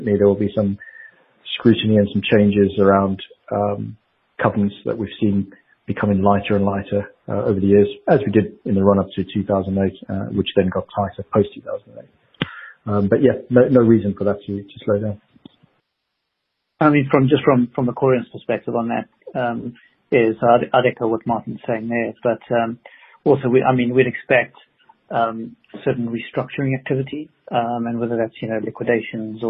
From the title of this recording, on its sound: The Investec Alternative Fund Administration Teleconference